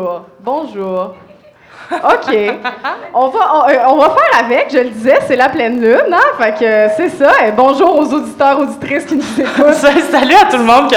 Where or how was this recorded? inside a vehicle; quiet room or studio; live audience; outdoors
live audience